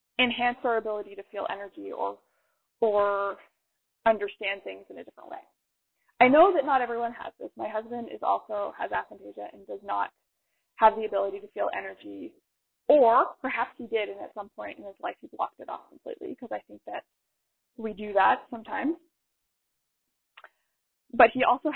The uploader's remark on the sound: I am sorry in advance about the sound quality.